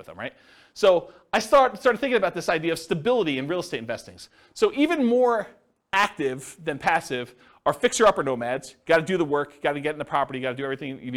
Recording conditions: live audience